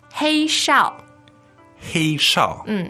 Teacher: First and fourth tone.